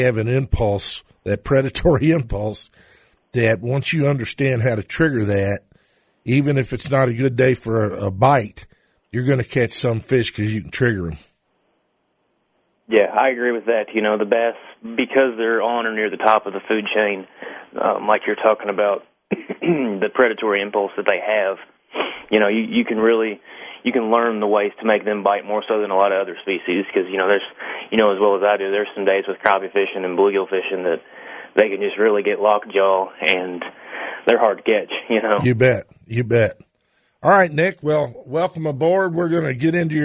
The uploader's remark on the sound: answers your phone calls